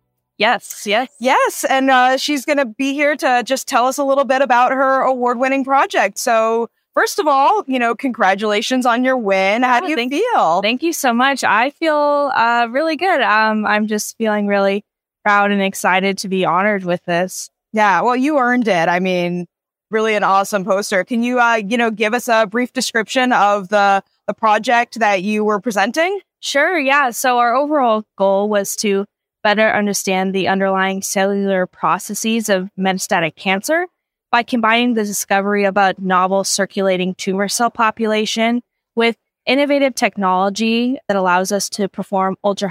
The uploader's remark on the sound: Recorded straight from the SLAS2023 exhibit hall floor. SLAS2023 was a record-breaking year, and nearly 400 posters were displayed throughout the exhibit hall.